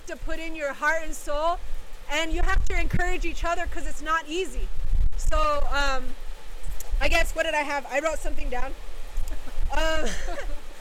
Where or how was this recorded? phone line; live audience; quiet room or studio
live audience